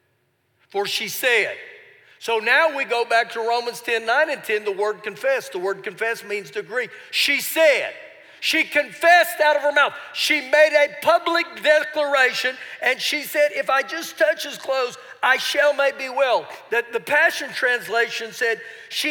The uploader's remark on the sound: Recorded live during our Wednesday night service.